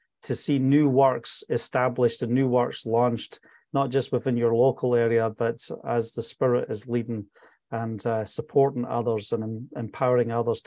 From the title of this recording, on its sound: From the Live Weekly Zoom Call